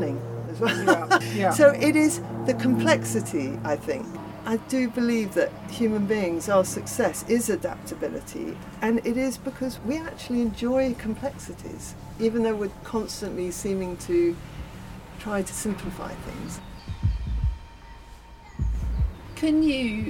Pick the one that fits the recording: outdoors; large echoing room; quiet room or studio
outdoors